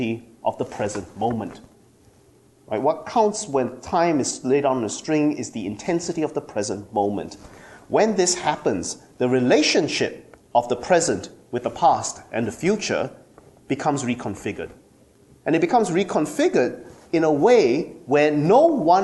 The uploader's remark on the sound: At the Theology and Communications Conference 2014 at the University of Santa Clara, California